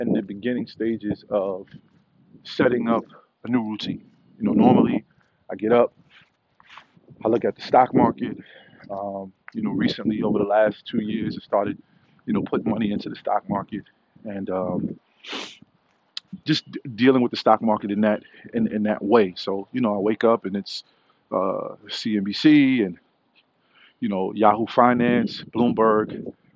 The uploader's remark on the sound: Walk & Talk